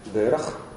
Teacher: Там нет удвоения, там произносится минимум шва, да, то есть большая часть тех шва, которые мы произносим, которые мы считаем произносимыми, не произносится. Грассированное ро, такое более гортанное ха